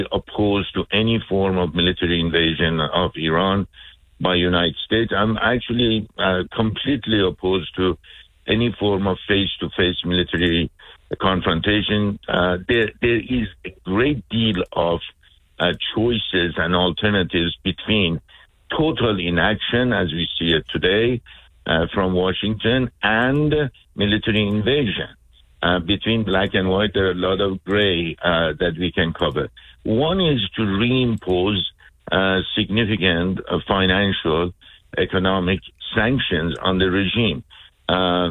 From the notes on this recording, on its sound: We had open phones for an hour